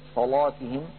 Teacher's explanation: وعلى رواية ورش صلاتهم بتفخيم اللام